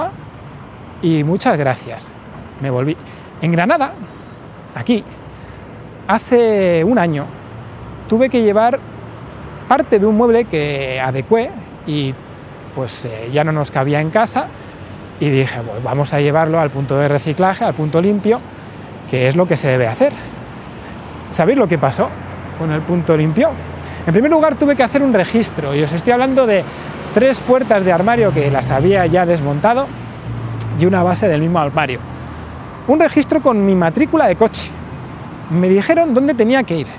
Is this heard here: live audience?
no